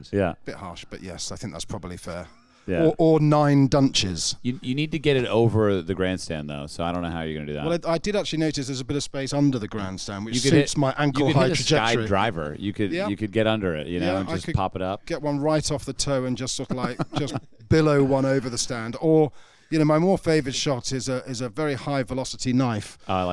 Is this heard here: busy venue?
yes